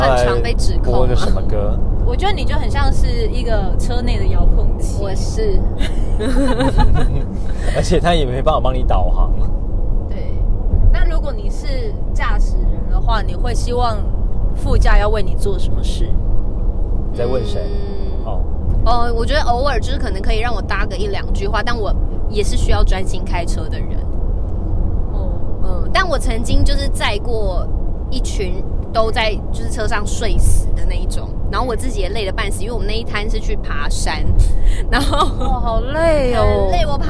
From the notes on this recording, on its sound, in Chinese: 我們遊車河，嘗試在車內裝錄音設備，在全程都有繫上安全帶並且安全駕駛的前提之下邊開車邊喇Ｄ賽。我想要驗證「移動錄音」的可能性。充滿車內環境音的啾團。